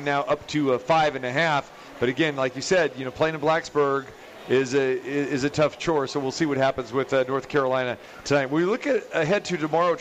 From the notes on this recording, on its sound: we are back live from The Cosmopolitan of Las Vegas